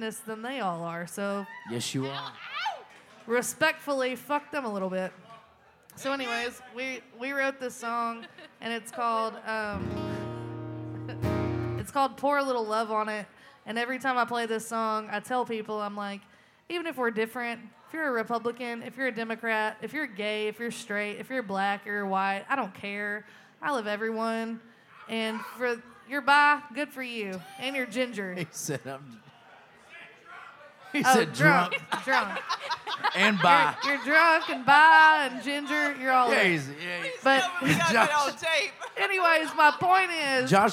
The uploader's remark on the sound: Rounds At Live Oak In Nashville